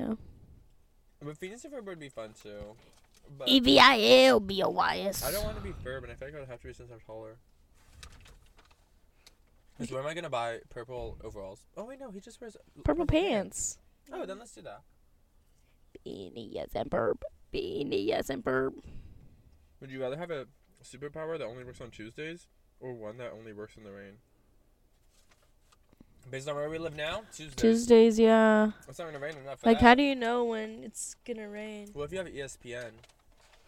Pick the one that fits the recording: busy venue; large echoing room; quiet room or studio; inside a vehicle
inside a vehicle